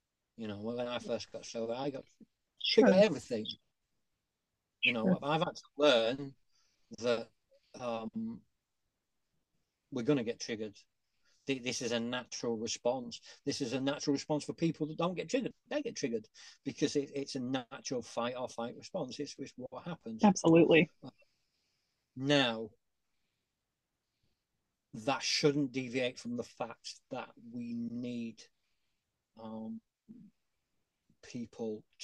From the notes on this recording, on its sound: An enlightening Zoom call conversation. This virtual gathering provided a platform for these remarkable individuals to share their unique insights and experiences.